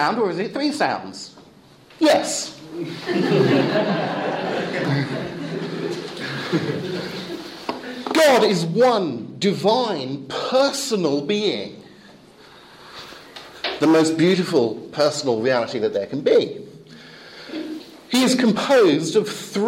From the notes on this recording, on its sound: Lecture with Q&A delivered in English at Eastern European Bible College in Romania, May 2012.